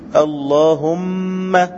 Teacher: مخرج الميم شفوي، اللهم هكذا بضم الشفتين